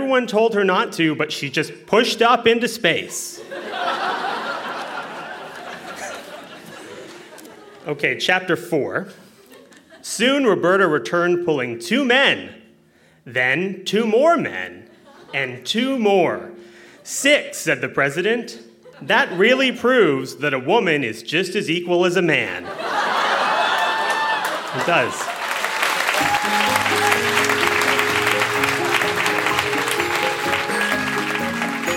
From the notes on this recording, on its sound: Recorded live at The Spice Factory in Hamilton.